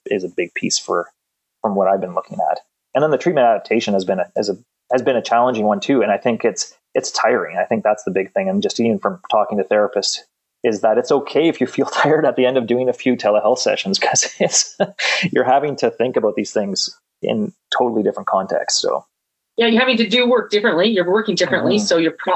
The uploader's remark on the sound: Shares the recording of their Virtual Coffee Webinar for the College of Physical Therapists of BC.